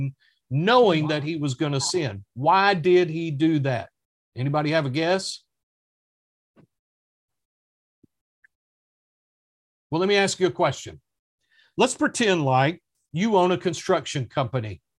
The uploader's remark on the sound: our Wednesday Evening ZOOM Bible Study